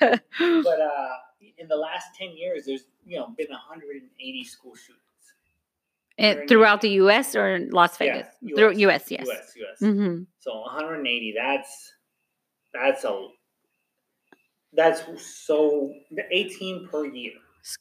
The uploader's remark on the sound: Please excuse or technical difficulties during the recording of this episode as we were trying out new Mics. Testing out the Mics for us.